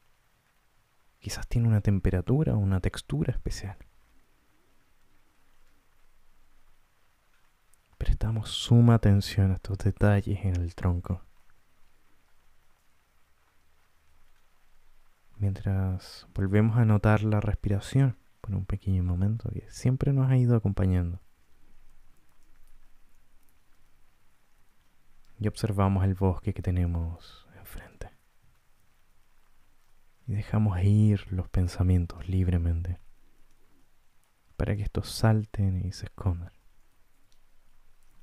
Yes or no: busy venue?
no